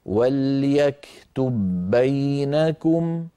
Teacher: من ذلك مر معنا إدغام متماثلين في قوله تعالى وليكتب بينكم، وليكتب آخرها باء ساكنة، بينكم أولها باء متحركة، التقى باءان الأولى ساكنة والثانية متحركة، وجب الإدغام عملا بقول إمامنا الجزري وأولي مثل وجنس إن سكن أدغم، فندغم الباء في الباء ويكون النطق بباء مشددة